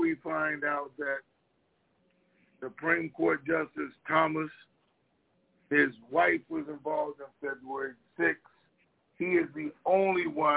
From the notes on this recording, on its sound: TNTSuperfantastic Conference Call